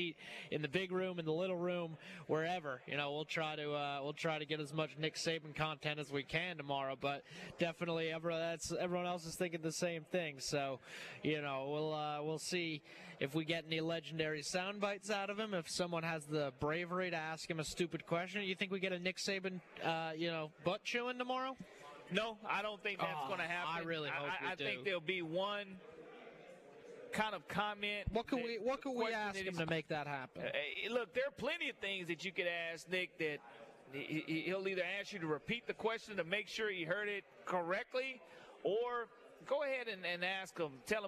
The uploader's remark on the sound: Live at SEC Media Days. The Nashville SEC Media Day Two!